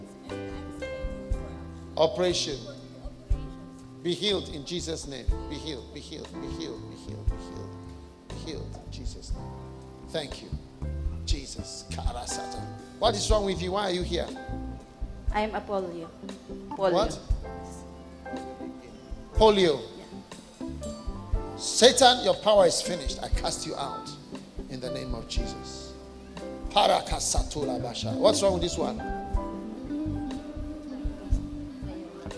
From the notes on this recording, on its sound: Preached during a pastors' and leaders' conference at the Cathedral of praise in Manilla Philippines on the 3rd of December